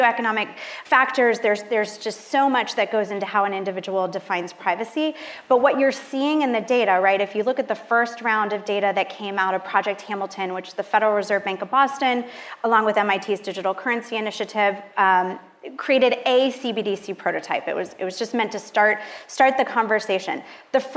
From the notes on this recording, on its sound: Live onstage panel as part of Empire Startups New York FinTech Week! Originally recorded for Fintech Insider podcast.